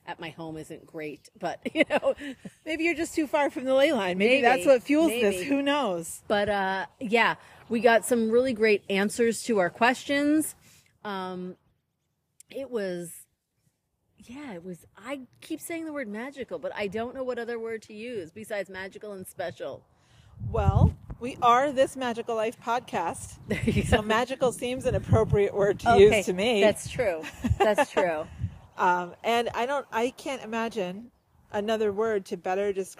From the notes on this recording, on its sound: Live from the Ley Line. Record live from their local ley line.